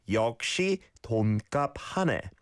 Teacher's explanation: going from a yaw vowel sound in yokshi to a aw vowel sound in ton can be a little tricky